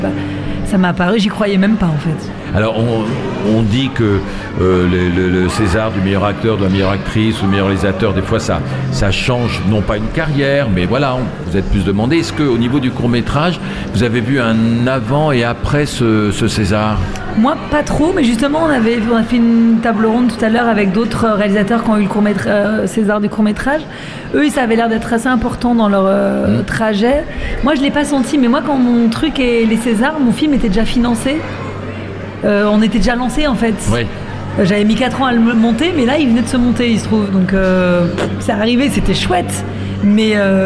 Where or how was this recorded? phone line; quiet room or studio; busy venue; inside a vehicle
busy venue